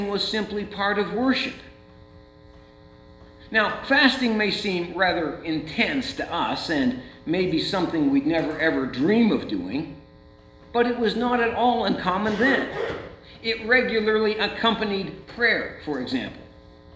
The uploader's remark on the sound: Sunday church service recording from St. John's Lutheran church in Dola Ohio.